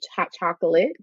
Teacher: you hear the schwa in the last syllable and the second syllable